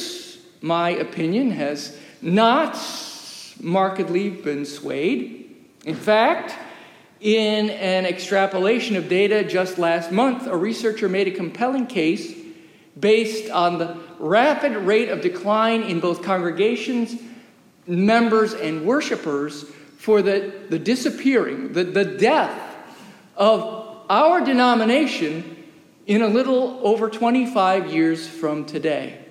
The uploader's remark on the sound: Recorded live during worship in the historic, 317-year-old sanctuary of (Old) Rehoboth.